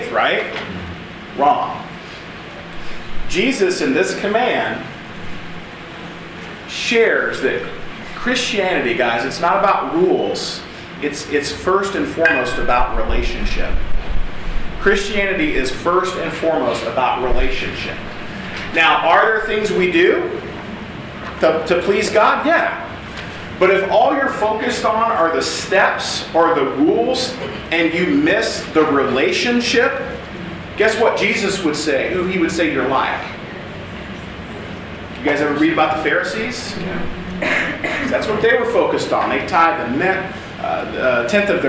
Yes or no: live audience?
yes